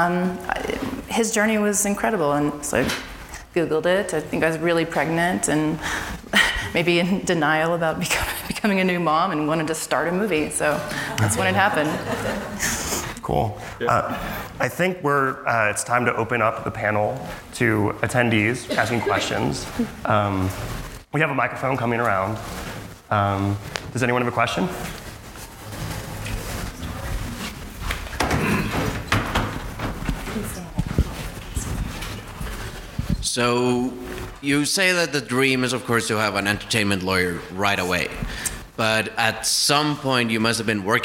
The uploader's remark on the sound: Panel (SFF 2018). Directors, producers, and legal experts "workshop" along with audience members.